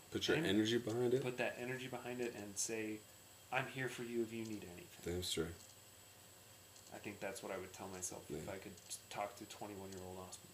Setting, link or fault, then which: fault, poor sound quality